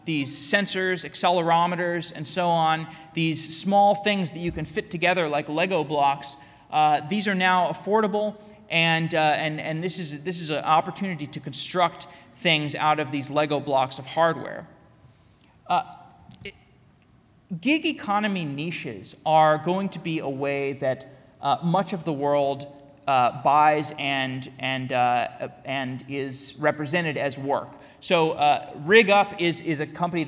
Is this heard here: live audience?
yes